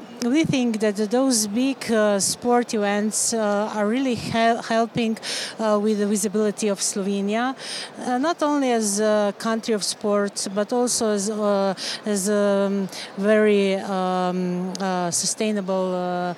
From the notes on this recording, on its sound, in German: Sport und Kultur Travel Talks auf der ITB.